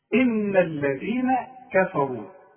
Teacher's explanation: الراء هي اللي عندي المفخمه فقط لانها مضمومه